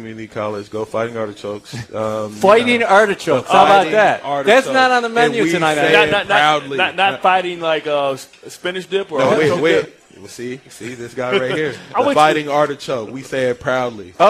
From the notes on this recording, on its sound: on the set at Vanderbilt's Sports & Spirits inside the Wyndham Hamilton Park